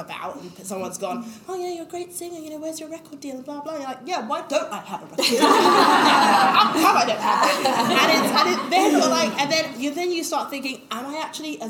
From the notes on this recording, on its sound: Industry Minds x Bumble LIVE Podcast Event. Industry Minds and Bumble UK team up to bring you a live podcast.